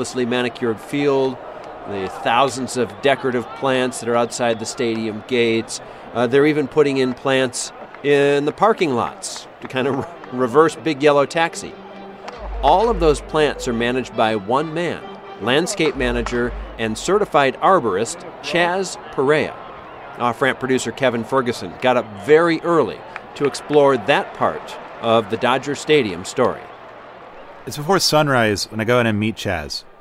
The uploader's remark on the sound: Recorded at the 2015 Dodger home opener.